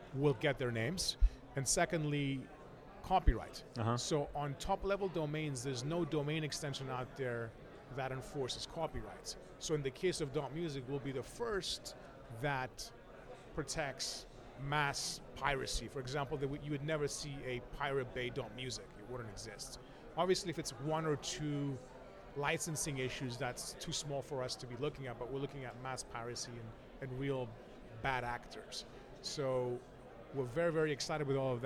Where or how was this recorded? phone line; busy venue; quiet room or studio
busy venue